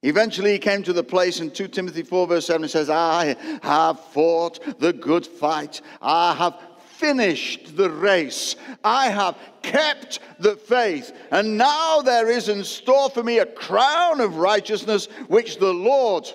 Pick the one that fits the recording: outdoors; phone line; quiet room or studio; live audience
live audience